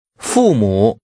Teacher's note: Using falling and falling rising tones, say parents.